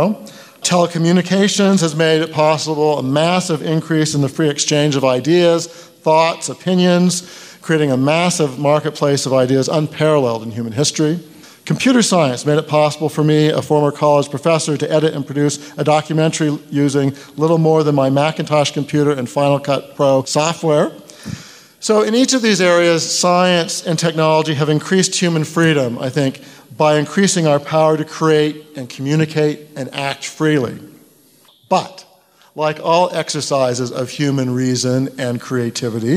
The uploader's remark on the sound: a panel discussion from FreedomFest 2018